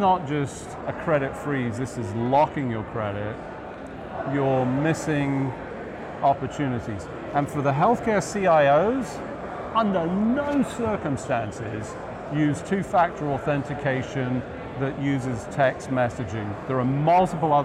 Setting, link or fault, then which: setting, busy venue